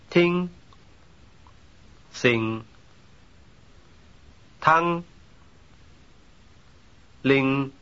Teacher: They end in a velar nasal.